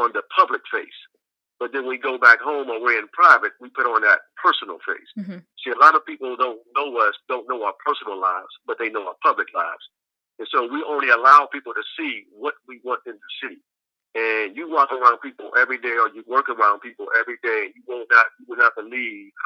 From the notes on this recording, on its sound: I make a very special phone call to my father